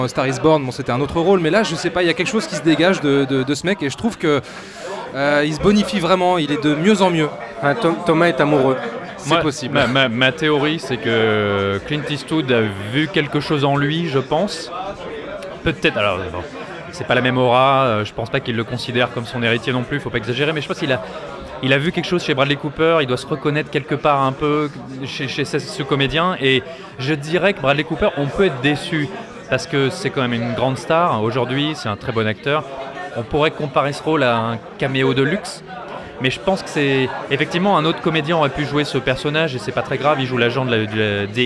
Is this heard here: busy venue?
yes